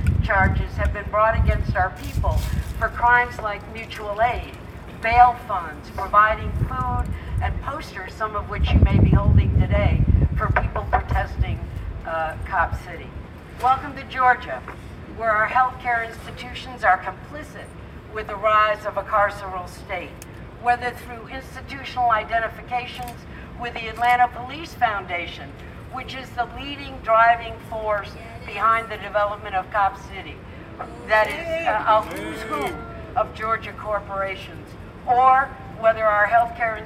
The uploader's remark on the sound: Public health workers against Cop City held a rally outside of the American Public Health Association (APHA) annual meeting held in Atlanta, GA at the Georgia World Congress Center.